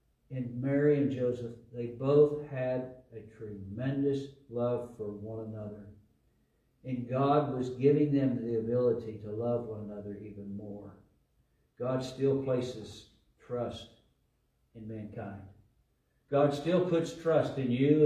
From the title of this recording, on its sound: LIVE from Calvary